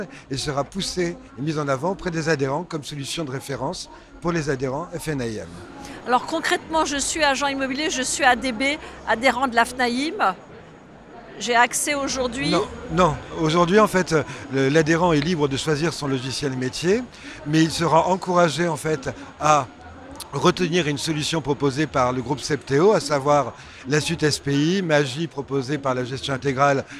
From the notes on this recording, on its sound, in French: Cette interview a été enregistrée en live du salon RENT.